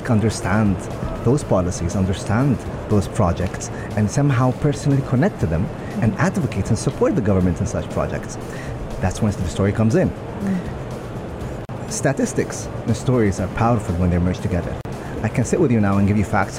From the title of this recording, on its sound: Pulse Live at IGCF